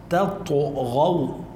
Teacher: ما بدنا نفخم التاء ولا بدنا نرقق الطاء، نجيب الأولى مرققة والتانية بمخرجها الطبيعي